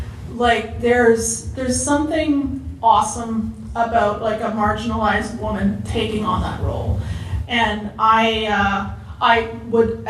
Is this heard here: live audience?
yes